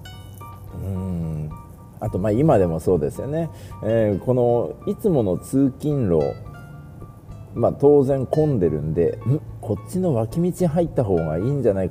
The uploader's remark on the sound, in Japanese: 大雪の中の通勤ドライブ収録